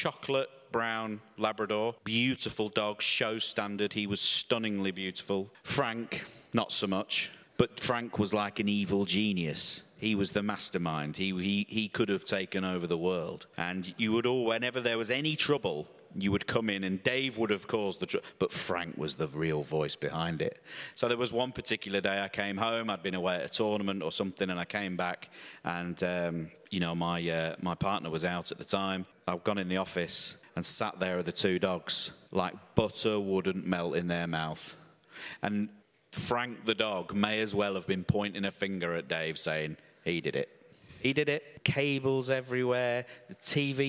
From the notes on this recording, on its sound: Live from Germany. As part of the German Masters, we recorded an episode in front of a live audience. The Berlin Tempodrom is a truly beautiful venue for snooker and we got to use its delightful amphitheatre.